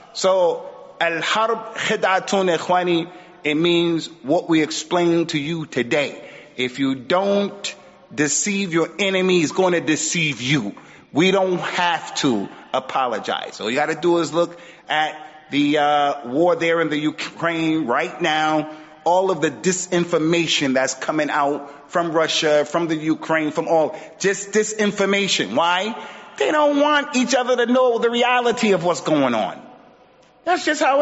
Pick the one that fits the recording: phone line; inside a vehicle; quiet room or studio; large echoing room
large echoing room